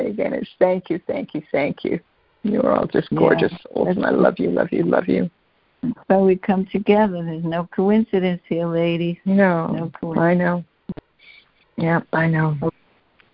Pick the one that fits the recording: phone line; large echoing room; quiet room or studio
phone line